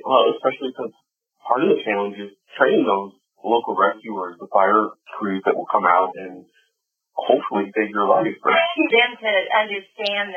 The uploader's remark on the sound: The audio is a little rough